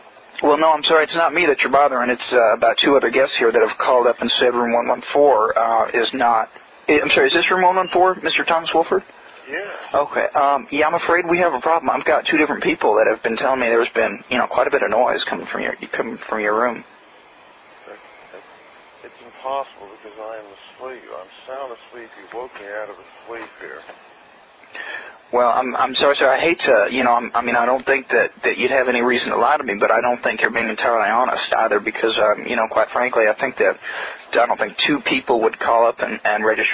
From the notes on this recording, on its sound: Prank Phone Calls Collection